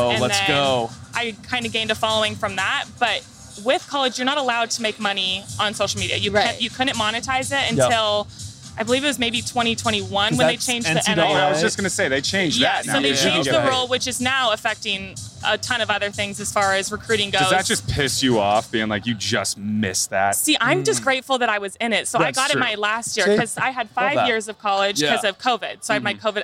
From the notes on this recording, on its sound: At Fenway Park in Boston for this week's episode!